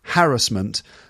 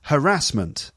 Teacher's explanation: it should be apparently pronounced with emphasis on the first syllable · Shown in: first take